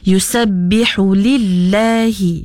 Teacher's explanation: Kalau kita nak baca, kena nipiskan sebab lam yang pertama tadi nya berbaris di bawah.